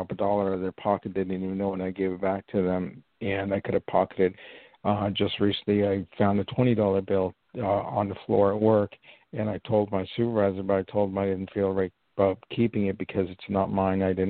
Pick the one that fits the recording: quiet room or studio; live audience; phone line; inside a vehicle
phone line